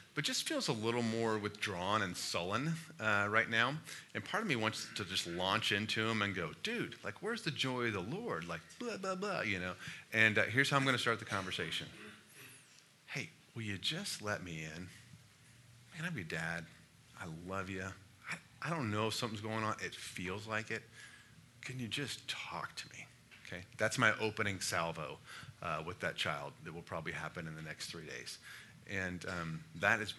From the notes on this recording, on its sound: Listen to a live question and answer session, at the Watermark Fort Worth Campus.